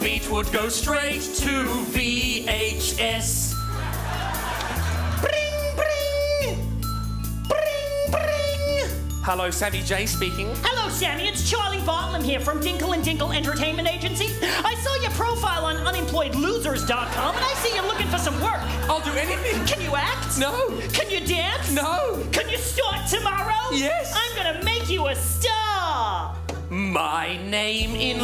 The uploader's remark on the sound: stand up from the #JustForLaughsFestival in 2011